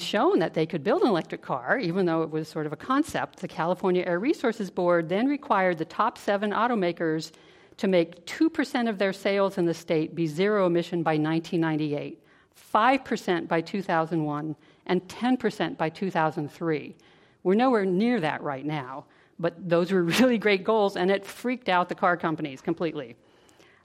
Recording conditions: live audience